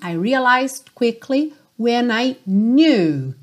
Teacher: Então, realized, cuidado para não pronunciar o E, não é realized, ok? E você quase não ouve o D, porque ela já está indo para o quickly